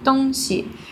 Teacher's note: So it's D-O-N-G-X-I is the pinyin, first tone, then neutral tone